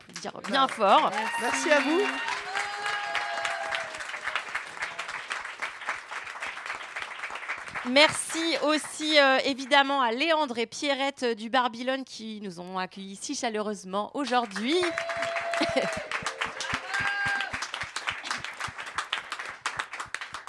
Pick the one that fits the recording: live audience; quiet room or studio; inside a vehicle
live audience